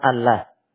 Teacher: Yaitu menebalkan lafaz lam. · Term: tafhim